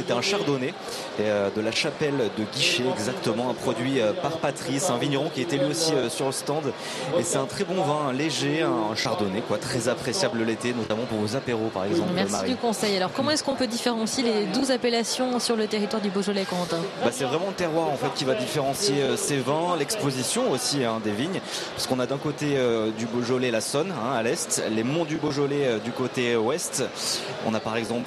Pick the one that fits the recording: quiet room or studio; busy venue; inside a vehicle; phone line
busy venue